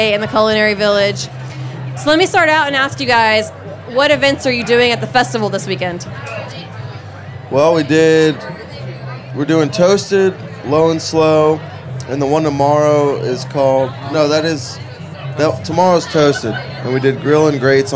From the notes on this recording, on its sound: in the HRN teepee at Charleston Wine + Food